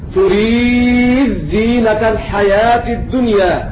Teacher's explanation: تضغم الدال في الزاي